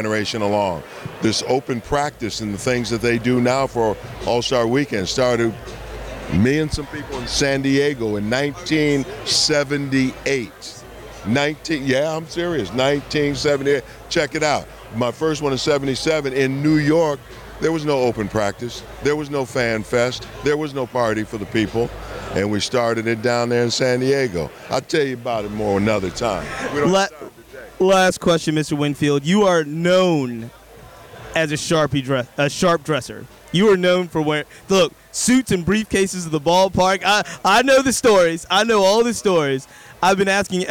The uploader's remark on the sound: Live from the 2023 MLB All Star Game